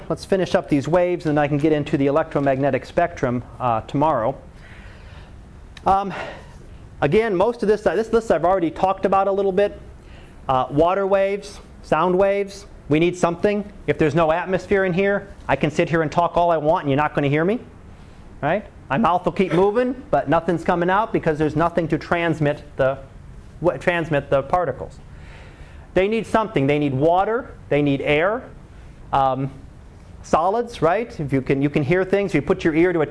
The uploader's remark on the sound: Live Class Lecture.